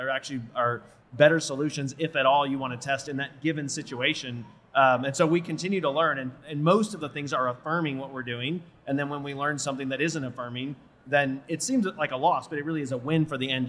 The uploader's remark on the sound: Live from A4M World Congress in Las Vegas.